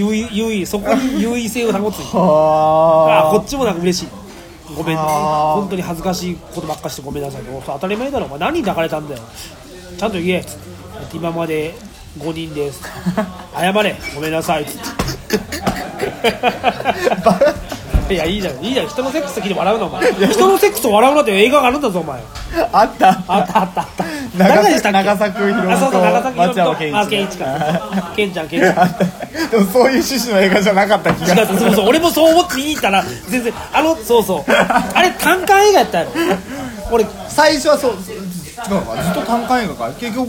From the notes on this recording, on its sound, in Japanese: 居酒屋収録について。今回は居酒屋にて収録！